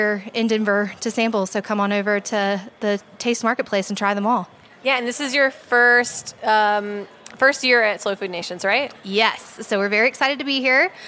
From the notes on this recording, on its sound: She stopped by the HRN tent at Slow Food Nations with her dog, Winston.